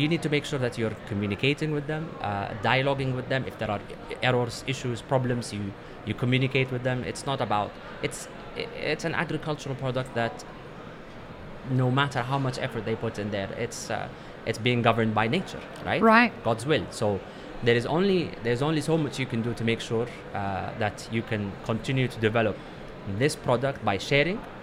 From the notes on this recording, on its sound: Live at WOC Dubai. Live-streamed from the show floor at World of Coffee Dubai 2024.